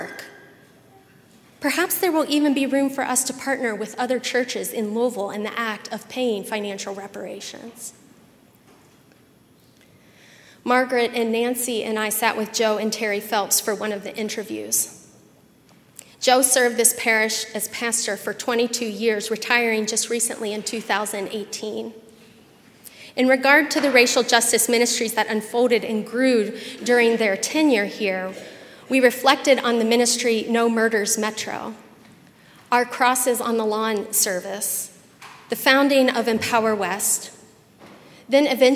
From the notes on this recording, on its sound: at Highland Baptist Church, Louisville, Kentucky